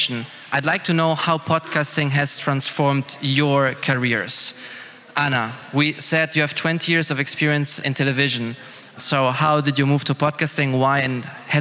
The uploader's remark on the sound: Recording of a panel debate held on the 12th of October at Bozar in Brussel. Organized by Sphera Media Lab and Arty Farty.